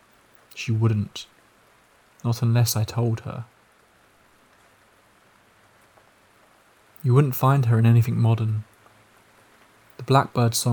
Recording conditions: sounds in the background